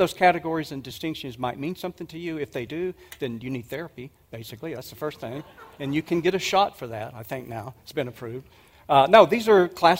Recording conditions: live audience